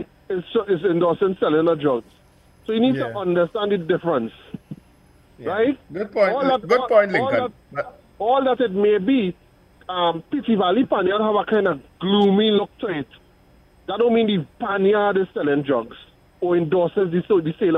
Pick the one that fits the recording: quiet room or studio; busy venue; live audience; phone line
phone line